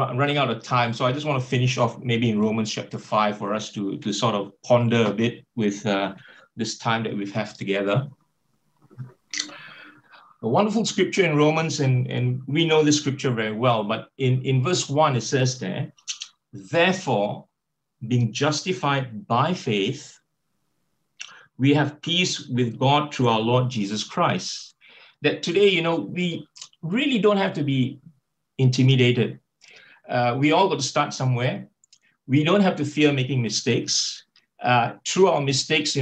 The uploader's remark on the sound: Talk 2 from the Wednesday United zoom meeting.